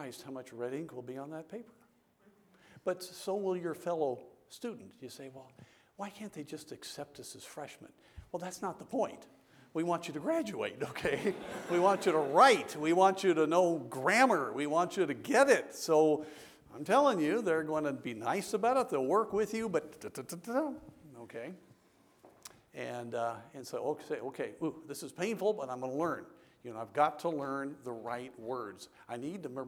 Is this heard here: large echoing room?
yes